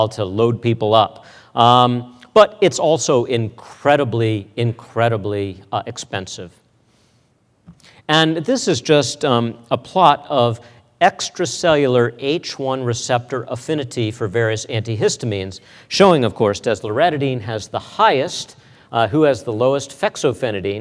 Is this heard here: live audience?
yes